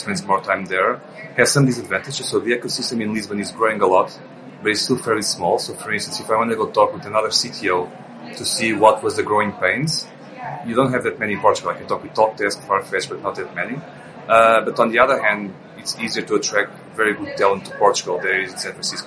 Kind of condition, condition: setting, busy venue